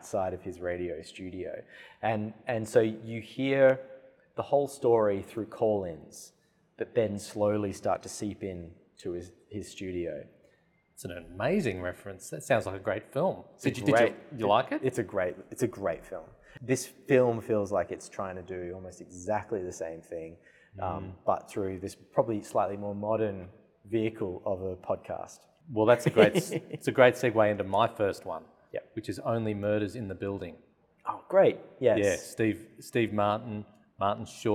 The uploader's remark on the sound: all on location at the RMIT Capitol theatre